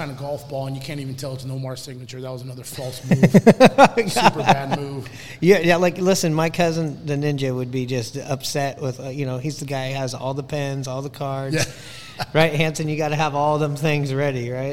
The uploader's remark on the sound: Live from the Smoke and Fire Social Eatery